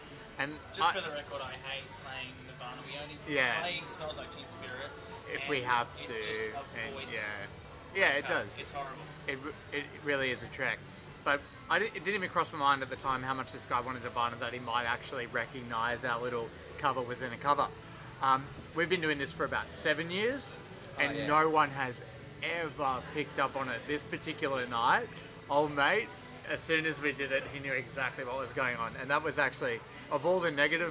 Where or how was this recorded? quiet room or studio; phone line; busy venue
busy venue